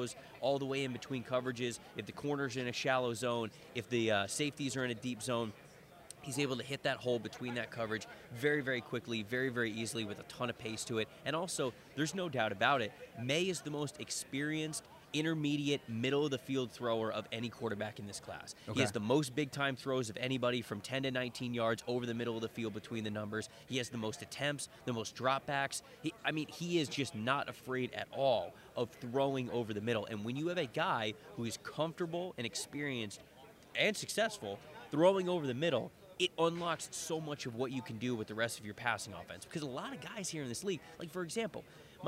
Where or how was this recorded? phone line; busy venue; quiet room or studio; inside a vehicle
busy venue